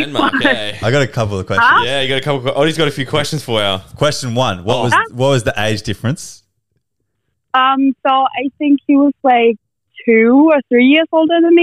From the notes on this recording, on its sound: Today we have 5 listeners call